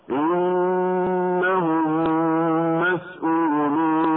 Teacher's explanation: اما كلمتي انهم مسؤولون، الميمان تدغم الاولى في الثانية مع تشديد الميم الثانية وبقاء الغنة فيها بمقدار حركتين هكذا: إنهم مسؤولون، مع مراعاة الغنة أيضا في النون المشددة من كلمة إنهم. أما كلمة مسؤولون فالهمز مد بدل والوقف مد عارض للسكون، والقراءة مرة أخرى تكون هكذا: وقفوهم إنهم مسؤولون.